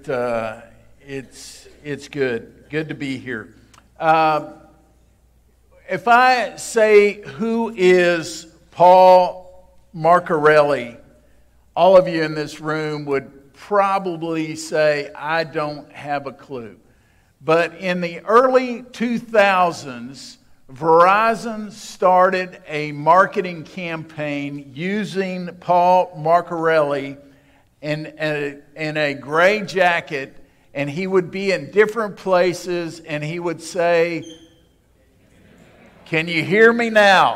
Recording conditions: large echoing room